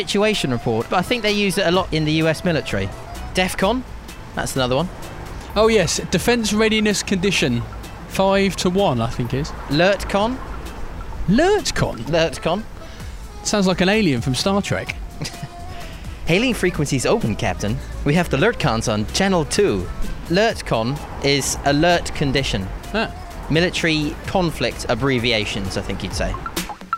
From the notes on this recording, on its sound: on an entertaining walk as they discover the sights and sounds of Bristol.